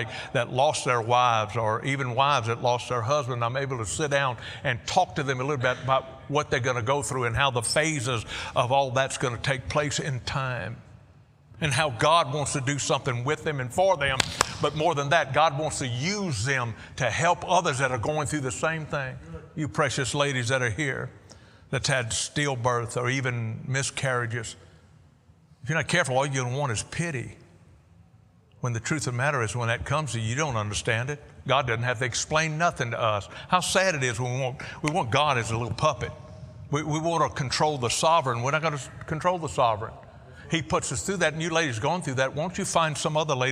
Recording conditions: large echoing room